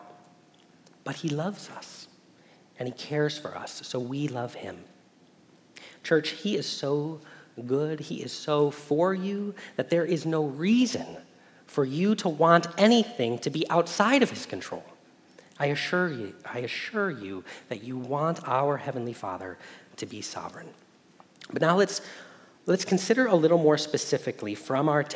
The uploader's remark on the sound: Message Preached at Valley Creek Church.